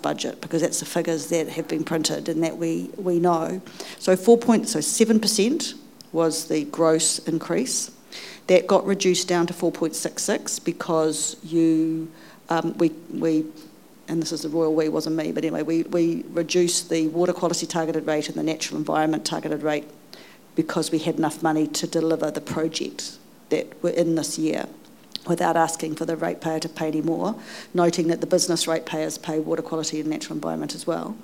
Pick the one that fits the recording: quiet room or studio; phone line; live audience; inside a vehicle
live audience